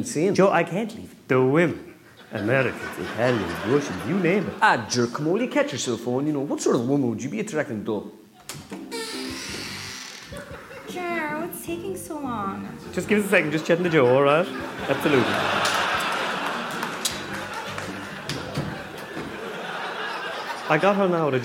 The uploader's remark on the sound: live from Liberty Hall